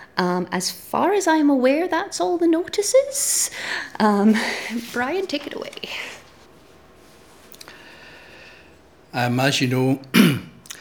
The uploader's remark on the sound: Audio podcast of morning service